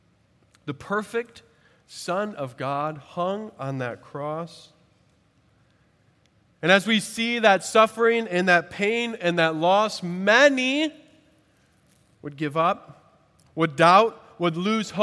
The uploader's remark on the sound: At Redeemer Presbyterian Church in Charleston, SC